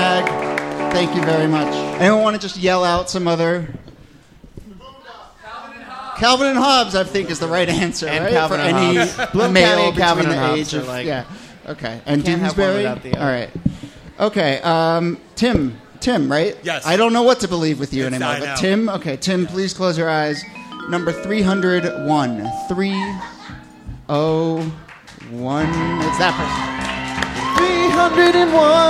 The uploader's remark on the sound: Ask Roulette is a conversation series in which strangers ask each other questions on stage. From our January regular show at Housing Works Bookstore.